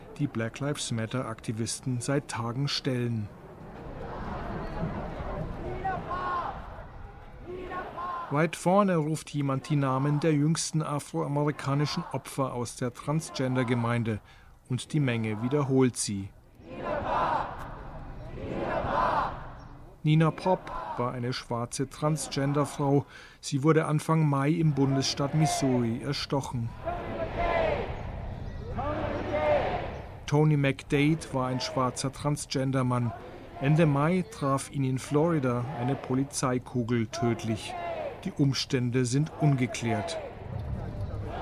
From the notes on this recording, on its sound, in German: War für ndaktuell in New York auf der Straße und hat die Proteste am sechsten Tag in Folge in einem Audiobeitrag eingefangen.